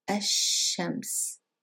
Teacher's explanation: because sheen is a sun letter, we don't pronounce the lam and we double the sheen.